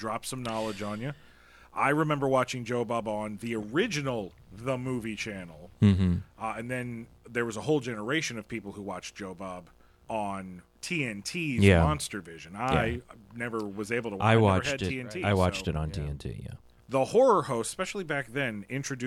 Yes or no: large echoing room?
no